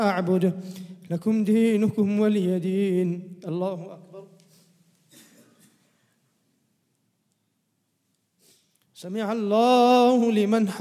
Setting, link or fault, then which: setting, large echoing room